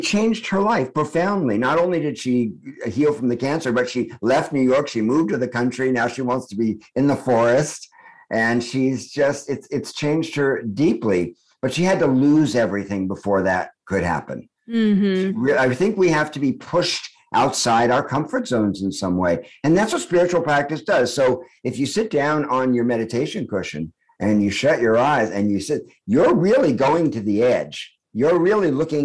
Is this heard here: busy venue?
no